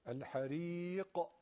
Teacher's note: قاف تفخیم با قلقلش به خاطر سکونی که در وقف گرفته · Term: قلقله